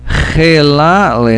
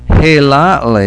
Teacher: Now there's a ch. It's a kind of clearing the throat sound. · Shown in: first take · But people often say helatli, just with an H sound, helatli.